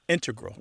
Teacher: Just to clarify here, both correct. But the mathematicians and math using scientists are more likely to put, say, integral with the stress on the first syllable